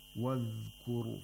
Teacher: we have a ra with tafkhim because the ra is ساكن and is preceded by a letter with a dhamma · Term: tafkhim of the ra